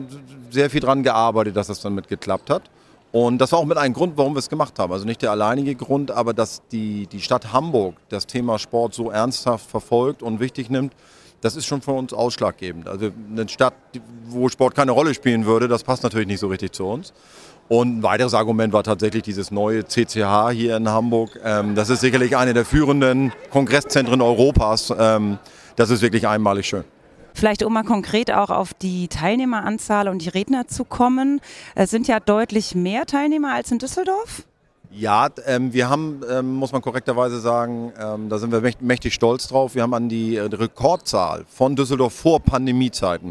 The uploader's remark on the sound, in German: live vom SPOBIS